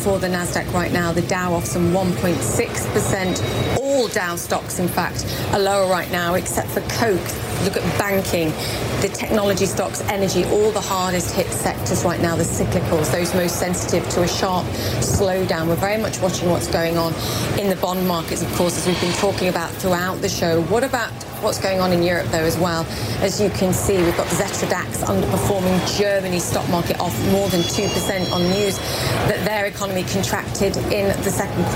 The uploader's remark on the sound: live from the New York Stock Exchange